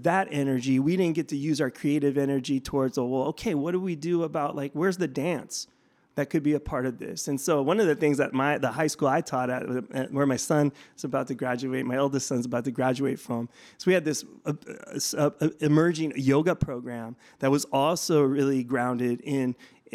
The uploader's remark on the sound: We spoke with him at the 2023 White Privilege Conference in Mesa, Arizona.